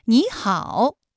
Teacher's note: 第一个音节的三声变成二声 · Term: 三声的变调